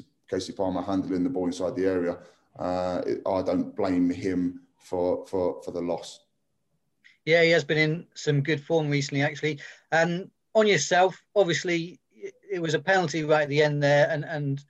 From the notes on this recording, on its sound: virtual press conference